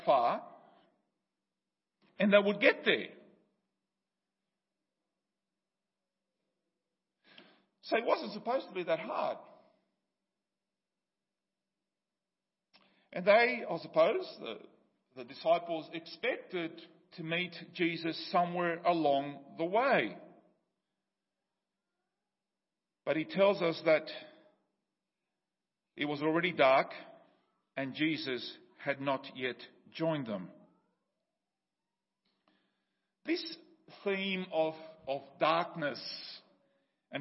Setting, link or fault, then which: setting, large echoing room